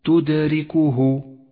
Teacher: تدركه لون حرف الدال باللون الأزرق الفاتح إشارة إلى صفة القلقلة وهي هنا قلقلة صغرى لأنها في وسط الكلمة